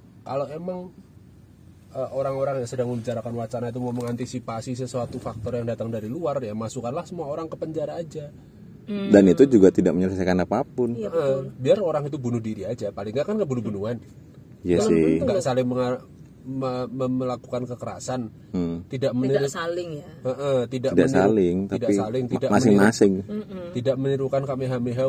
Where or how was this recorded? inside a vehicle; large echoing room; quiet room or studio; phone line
inside a vehicle